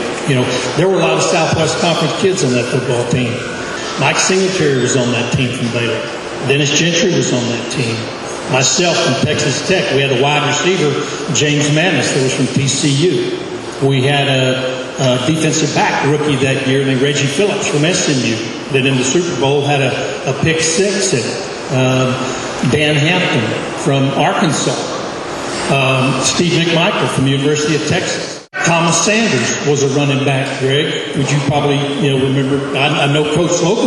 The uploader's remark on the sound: Recorded live at the induction luncheon held at the Texas Sports Hall of Fame.